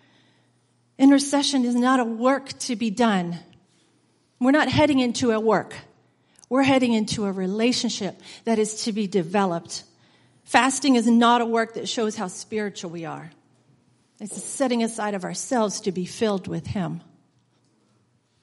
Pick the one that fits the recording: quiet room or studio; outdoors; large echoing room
large echoing room